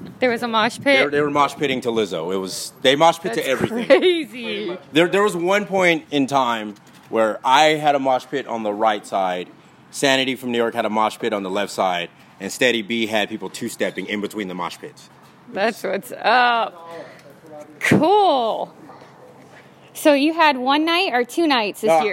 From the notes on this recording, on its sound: Live DJ battle Interview of weekend 1 Austin City Limits